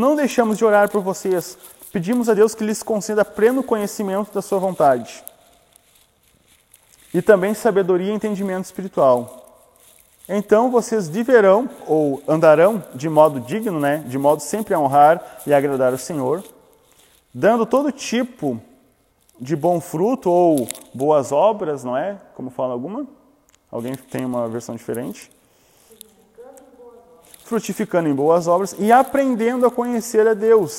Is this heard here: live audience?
yes